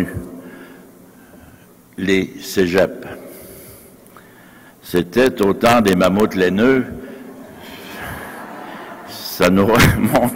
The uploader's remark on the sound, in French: Conférence de clôture du colloque 2016 de l'AQPC, à Québec.